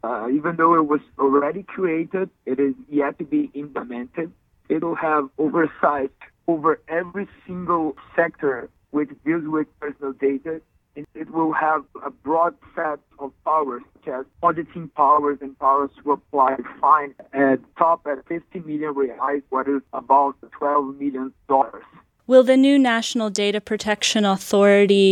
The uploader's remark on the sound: joined by phone from Brazil